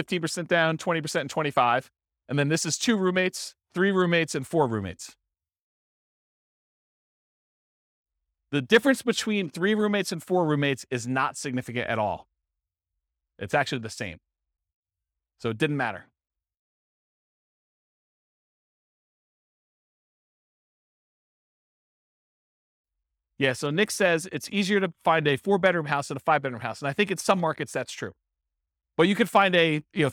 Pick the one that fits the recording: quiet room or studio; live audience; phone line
live audience